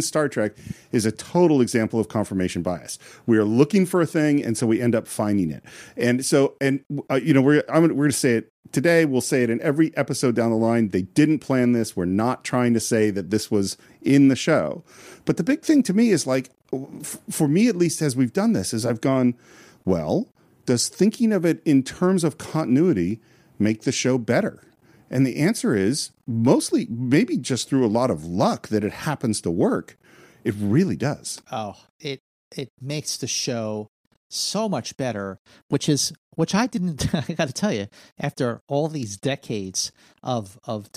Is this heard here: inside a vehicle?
no